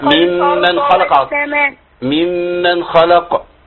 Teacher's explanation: ما تعملش اخفاء عند الخاء